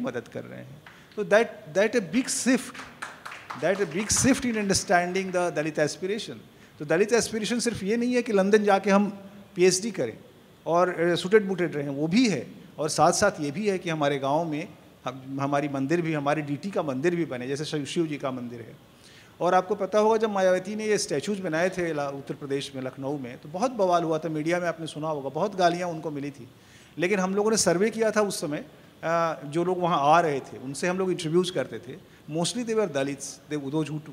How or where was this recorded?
live audience